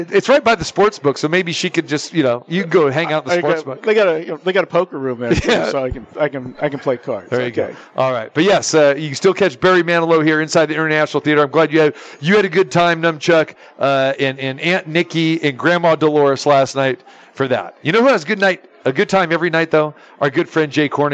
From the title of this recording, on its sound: Live From The Super Book at the Westgate Las Vegas